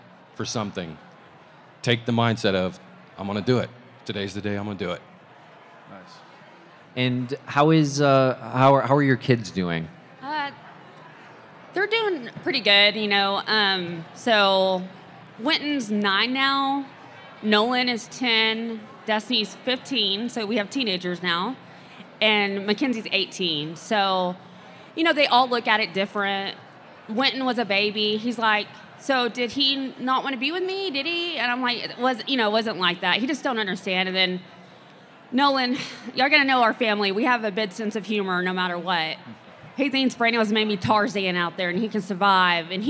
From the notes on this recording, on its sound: panel discussion recorded from Crime Con 2022 in Las Vegas